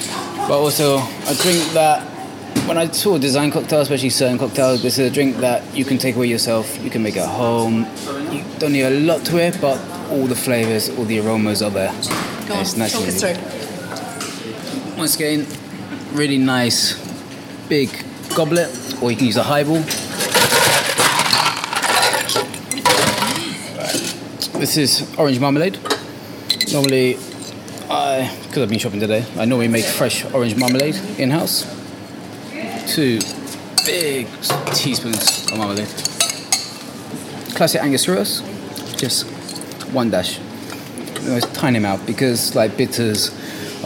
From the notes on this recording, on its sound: Celebrates the 10th anniversary of one of the fastest growing super premium gins in the UK at the busy Bar Bohemia in Brighton.